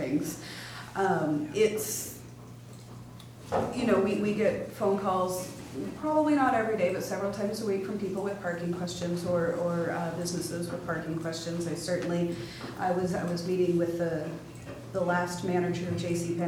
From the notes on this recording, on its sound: Live recording of the Astoria City Council Meeting